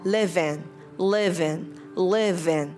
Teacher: Và khi mình đi với âm từ in, các bạn có thể nối lại là live in, live in, live in.